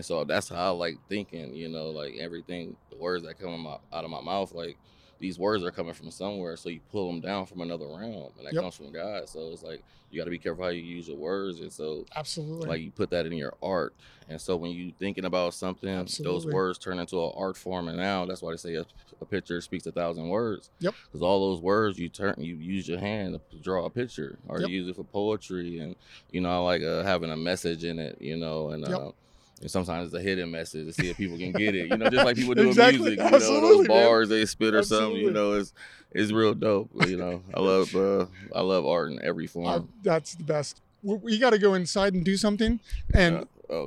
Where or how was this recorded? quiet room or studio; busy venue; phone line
busy venue